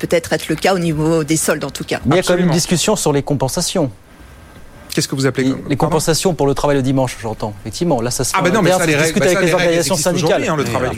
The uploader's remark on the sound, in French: Conférence De Presse